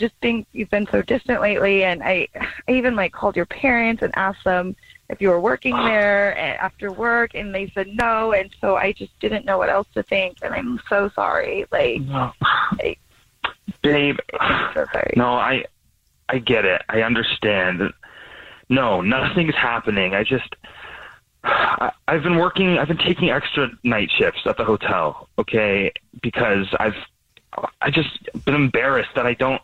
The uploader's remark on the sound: Someone calls The Jubal Show because they think that their partner is cheating so we call them. We have a listener on the phone.